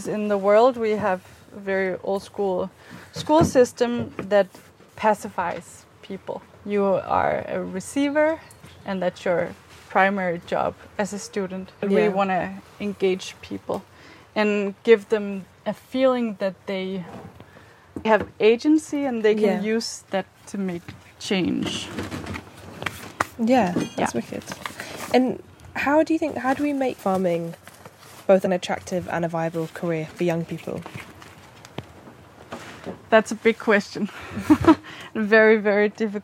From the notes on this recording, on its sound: This weeks episode was recorded on the outskirts of Copenhagen at a small-scale regenerative farm called the Farm of Ideas.